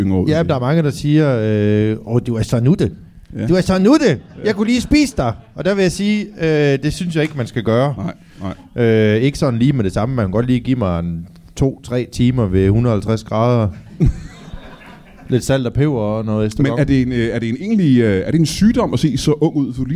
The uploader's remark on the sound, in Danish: LIVE fra Tobbers i Kolding